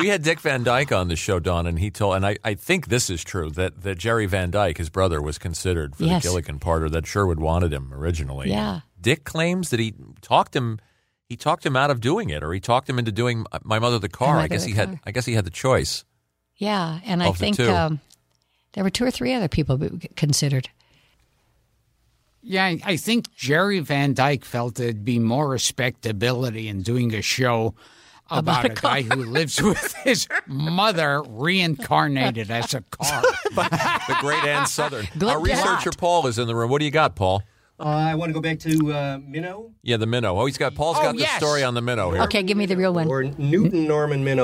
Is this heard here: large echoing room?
no